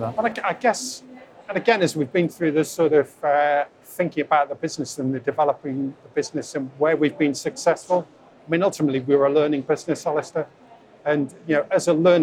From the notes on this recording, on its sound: On the first day of the Offshore Europe Conference